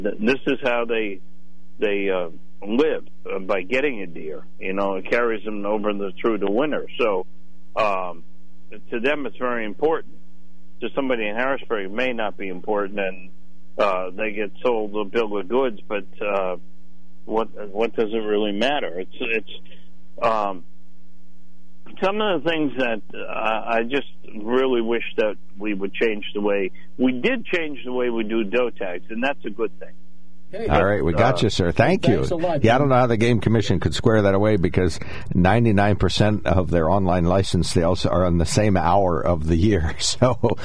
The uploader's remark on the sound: During open phones